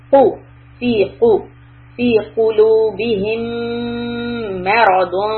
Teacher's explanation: So here قلوب، don't say قلو، قو، قو، back of your tongue hits the upper palate. Okay, the soft part of your upper palate is being hit by the back of your tongue